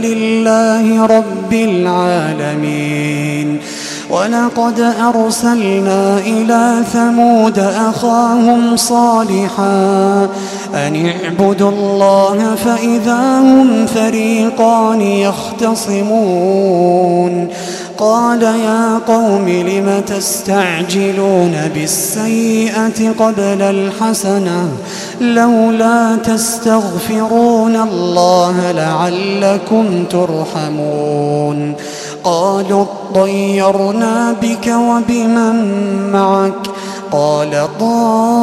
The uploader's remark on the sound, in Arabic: تسجيلات من صلاة التراويح لشهر رمضان عام 2016